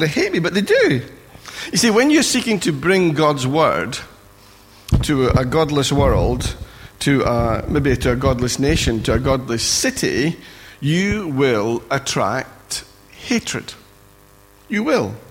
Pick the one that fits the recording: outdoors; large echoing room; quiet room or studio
large echoing room